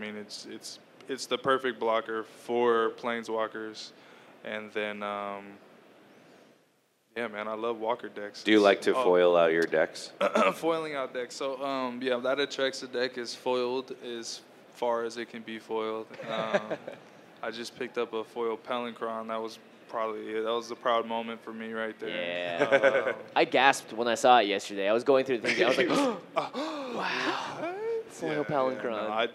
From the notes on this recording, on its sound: LIVE at GP Vegas.